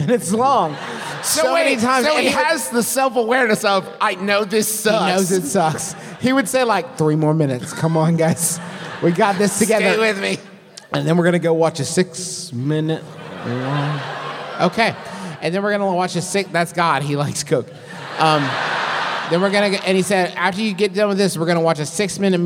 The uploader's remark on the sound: We present to you our big, wild live show from Atlanta!